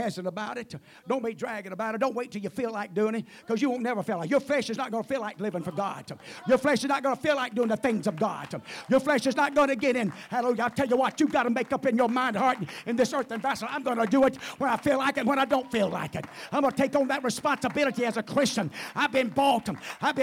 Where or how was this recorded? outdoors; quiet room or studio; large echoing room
large echoing room